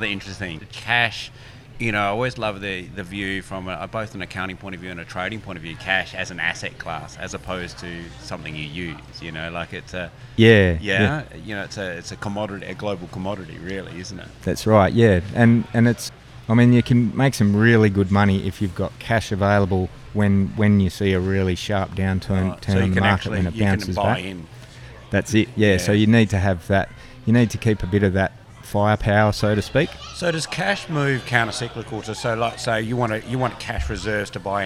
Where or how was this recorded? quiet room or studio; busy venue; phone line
busy venue